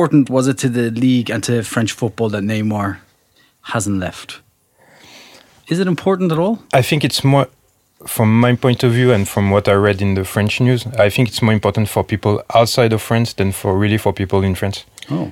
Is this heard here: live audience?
no